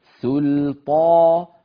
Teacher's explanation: فنرقق السين واللام ونفخم الطاء والألف التي بعد الطاء